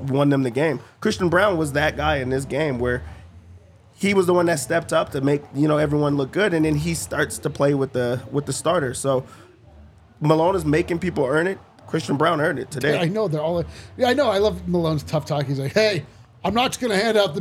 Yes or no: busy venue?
yes